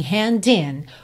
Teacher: O primeiro hand eu já junto no in